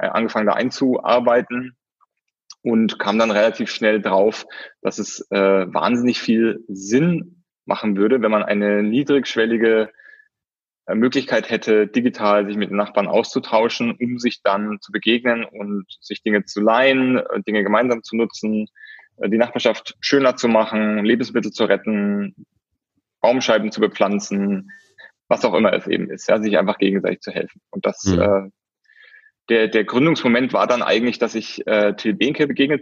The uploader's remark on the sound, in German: Der Podcast ist dieses Mal der Mitschnitt eines Livestreams des Digital Social Summit, der virtuell in Berlin stattgefunden hat.